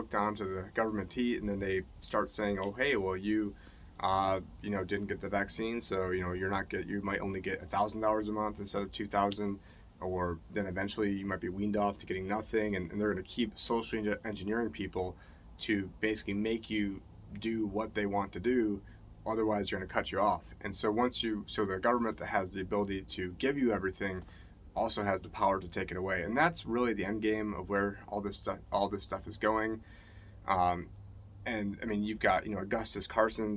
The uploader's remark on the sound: Reporting in with a classic walk and talk Vlog from the Erie Canal in upstate New York